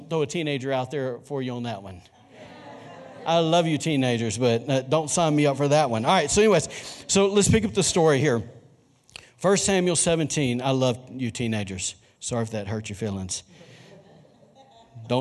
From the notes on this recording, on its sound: was recorded on Sunday, January 26, 2020, during service at The Anchor Church in Rockport, Maine.